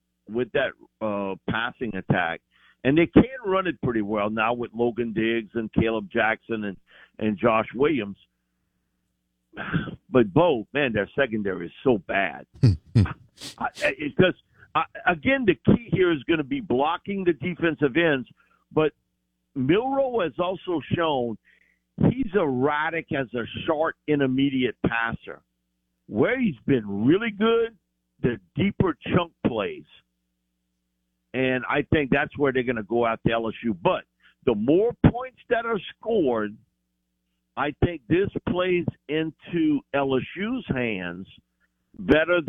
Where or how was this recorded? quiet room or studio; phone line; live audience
phone line